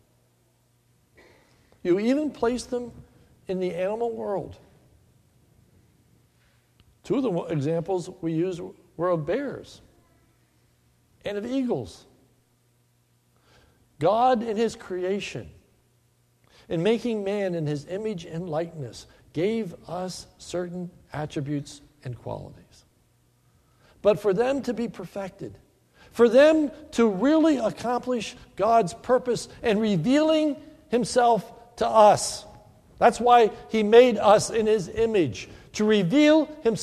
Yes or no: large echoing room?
yes